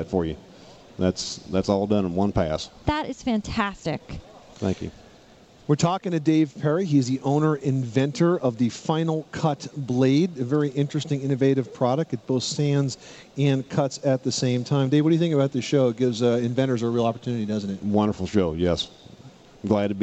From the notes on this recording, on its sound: Live from the National Hardware Show. Broadcast live from the 2009 National Hardware show in Las Vegas.